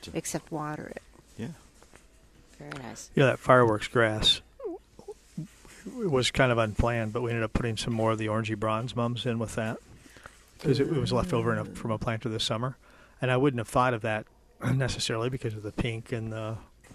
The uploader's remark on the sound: Plant Experts Live at Prairie Gardens.